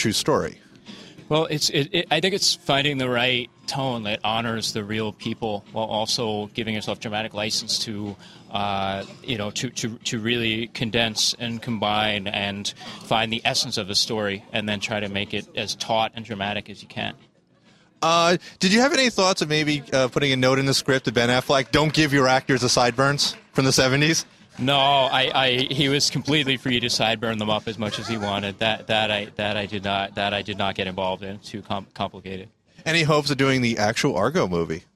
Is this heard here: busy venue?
yes